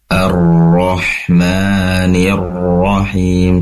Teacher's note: Baik, yang ingin kami koreksi ketika membaca basmalah khususnya di tasydid ro-nya, bismillahirrahmanirrahim, pastikan ditasydidkan atau ditekan ya. Durasi penempelan lidah ke langit-langit ditambah karena ro itu berasal dari lidah bawah mendekati ujung lidah ya, yang ditempelkan ke langit-langit.